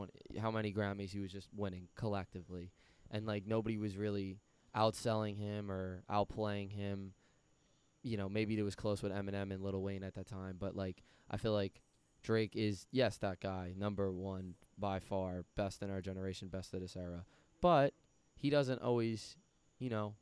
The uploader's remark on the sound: Recorded live outside